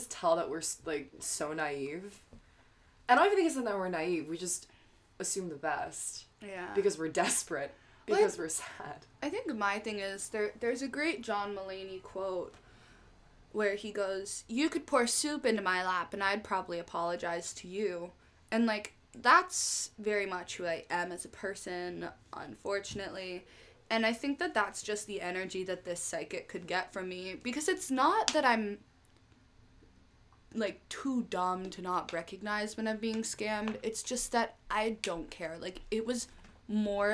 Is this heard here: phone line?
no